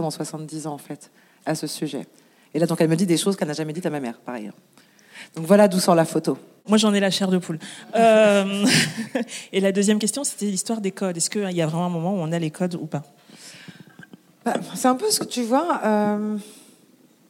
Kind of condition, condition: setting, live audience